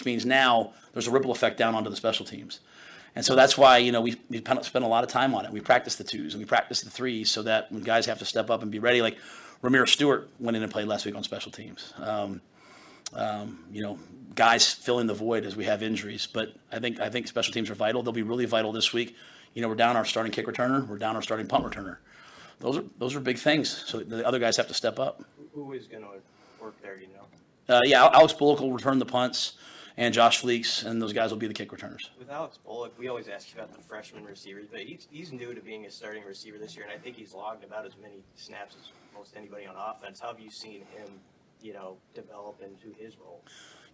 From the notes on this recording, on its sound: Purdue Game Week Press Conference.